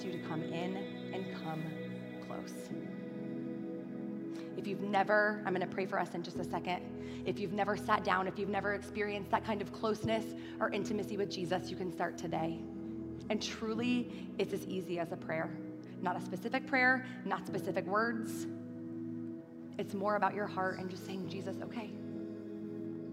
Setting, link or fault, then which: setting, large echoing room